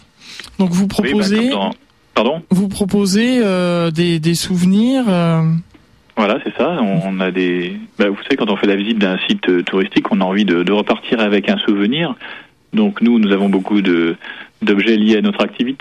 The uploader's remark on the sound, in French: par téléphone